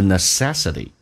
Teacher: 在美式发音 t 要浊化成 d